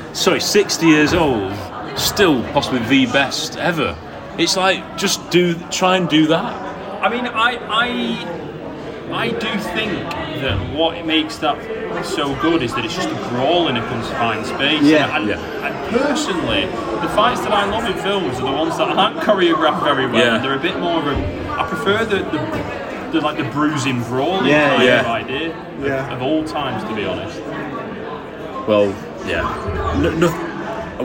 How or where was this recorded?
busy venue